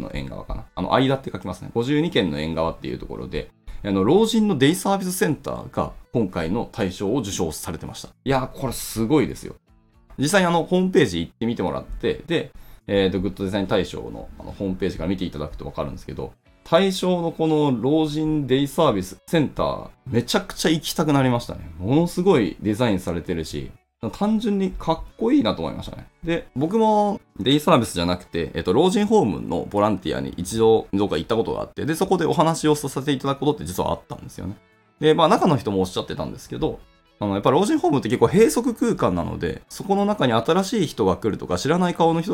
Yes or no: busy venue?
no